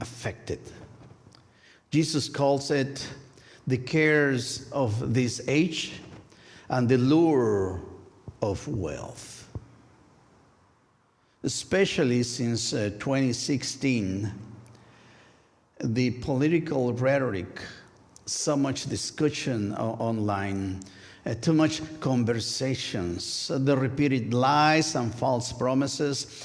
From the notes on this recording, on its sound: A special recorded live service. First United Methodist Church of Pacoima. We are located at 12550 Van Nuys Blvd.